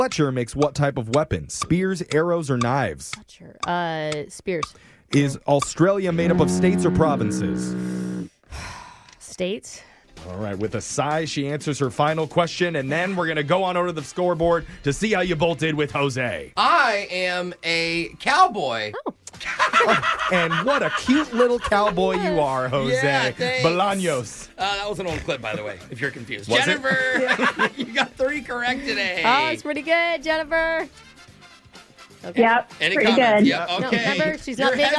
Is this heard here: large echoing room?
no